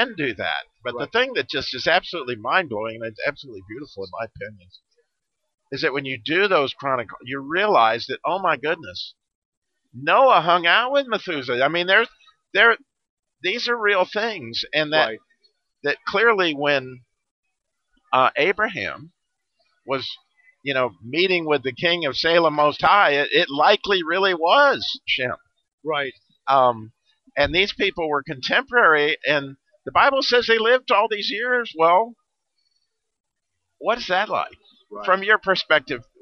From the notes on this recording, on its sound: Interview from the Expo Floor NRB 2021.